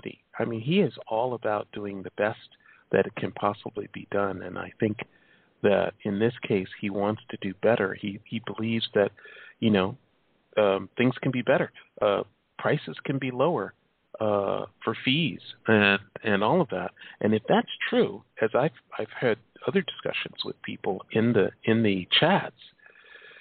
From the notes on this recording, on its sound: It's a call-in show